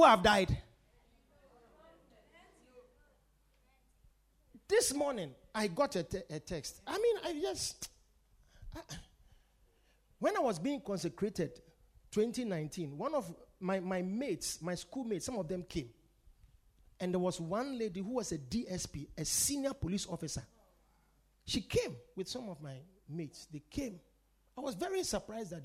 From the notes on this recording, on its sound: Preached at The Victory Secrets Service.